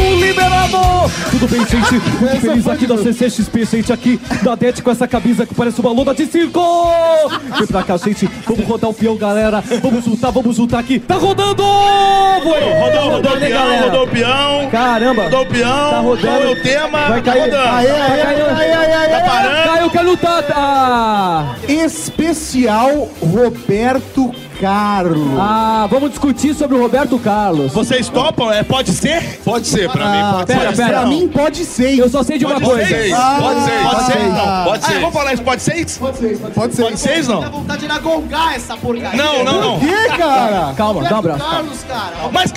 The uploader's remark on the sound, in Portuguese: Nesse episódio especial gravado durante a Comic Con Experience 2017, em São Paulo